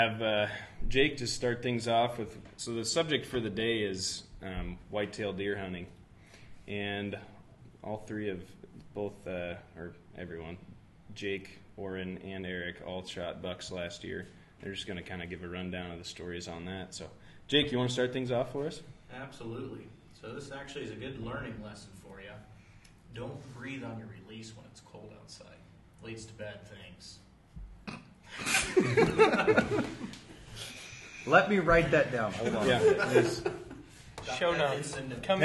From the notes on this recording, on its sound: Live at the Jamboree 2019.